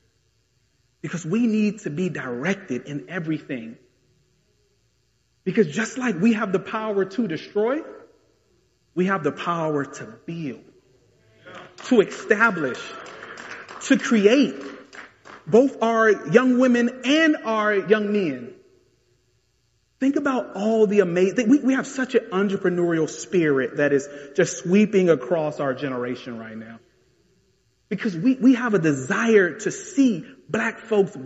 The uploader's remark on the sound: This message was delivered in January 2022 at the historic Bethel Baptist Church Collegeville.